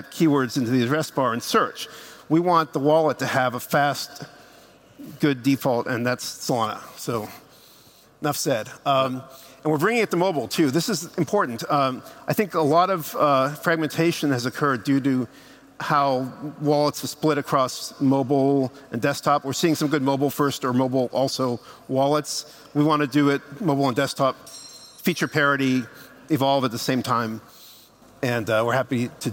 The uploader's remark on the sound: Live from Breakpoint 2021